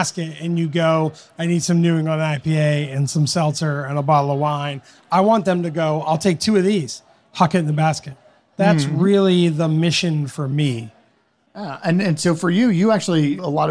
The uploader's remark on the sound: LIVE! The American Craft Sake Festival 2023. Sake Revolution hosted a live podcast recording of a "brewers roundtable" on stage in front of an enthusiastic crowd of sake lovers at the Festival. It was our first time recording in front of an audience, so you may notice some differences in our audio along with some background noise.